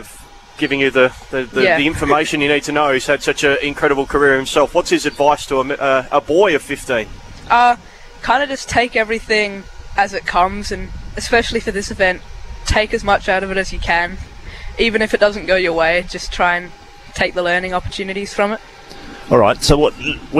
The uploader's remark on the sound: live from the Golf WA, WA Open!